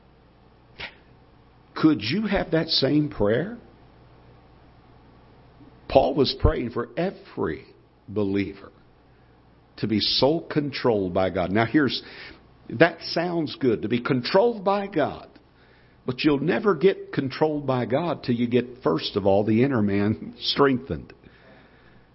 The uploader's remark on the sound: Ketha Heights Baptist Church ~ Live Broadcast